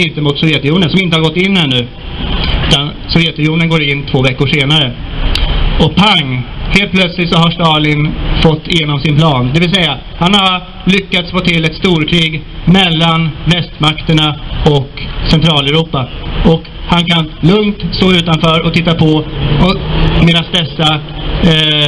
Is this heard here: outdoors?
yes